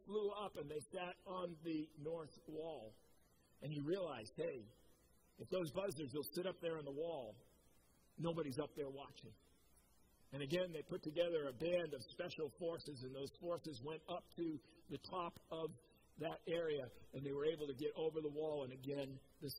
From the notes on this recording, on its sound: Preached at COMMUNITY Covenant church on 8/1/21